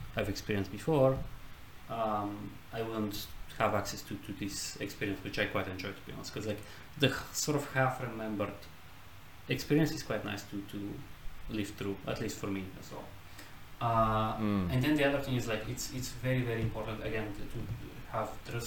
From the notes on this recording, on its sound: Sorry for the bad audio